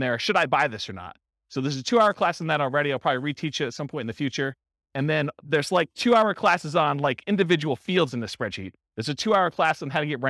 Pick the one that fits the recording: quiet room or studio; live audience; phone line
live audience